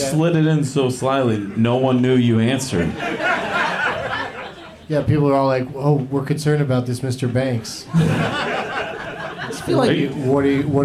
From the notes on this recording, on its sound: Live from the Punchline in San Francisco